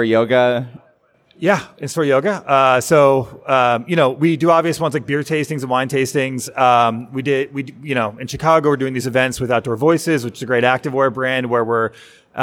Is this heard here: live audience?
yes